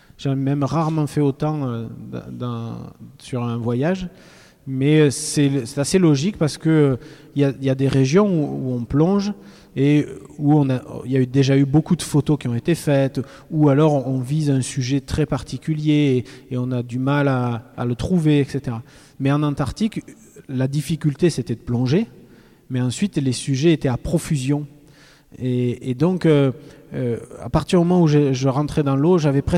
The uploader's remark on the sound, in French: Les élèves de l'atelier journalisme du collège Anne Frank de Saint-Dizier, avec le concours de Canopé, ont réalisé une émission de webradio en direct du festival de Montier-en-Der.